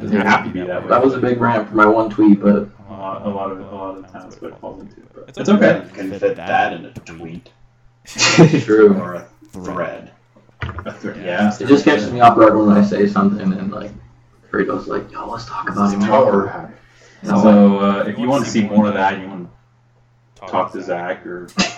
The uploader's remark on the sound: Sorry for the echo